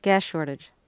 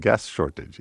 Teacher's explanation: You crunched the S and the SH into one sound. · Shown in: first take